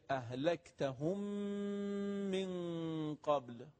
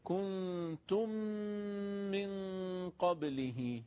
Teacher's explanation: غنه هم که قبلا توضیح دادیم، گفتیم یعنی مقداری از صدا از فضای بینی یا خیشوم خارج میشه که به این غنه میگن